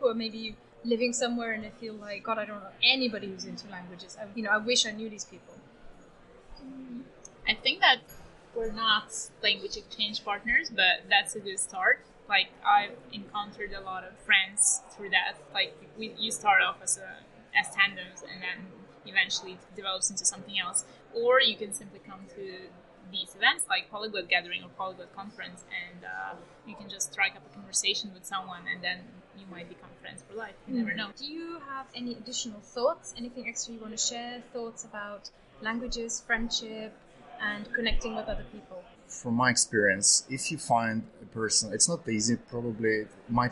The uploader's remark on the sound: We are recording this week in Ljubljana from the Polyglot Conference, so in the show you'll also hear from a few of the many language loving people visiting the city this weekend.